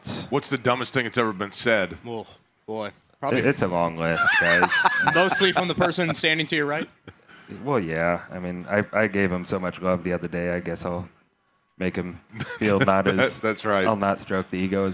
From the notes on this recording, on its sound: LIVE AT CARB DAY